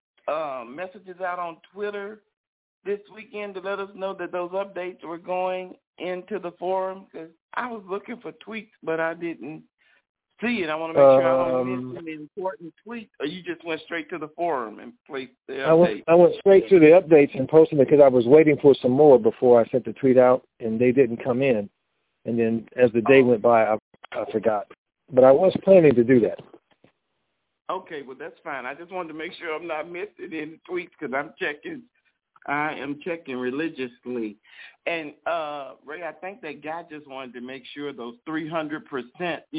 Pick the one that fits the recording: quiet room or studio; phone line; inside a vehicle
phone line